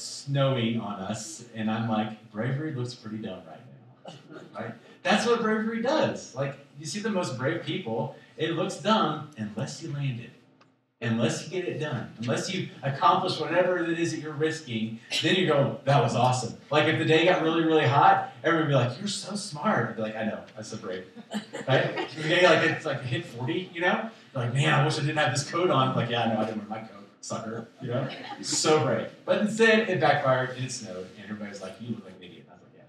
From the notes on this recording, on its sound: Sorry for the audio. We forgot to plug the mic into the mac...